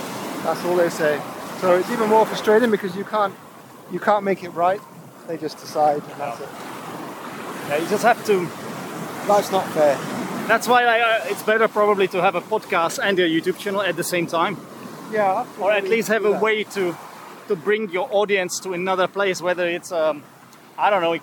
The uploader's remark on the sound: This time we were recording while walking along the shore. I got my pants wet as I was wading through the waves.